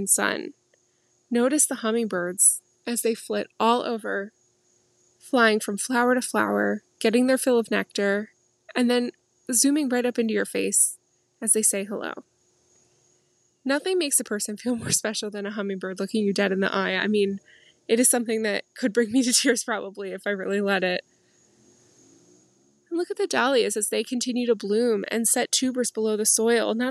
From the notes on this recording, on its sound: I hope you enjoy this garden episode, recorded from my favorite seat, in the center of it all.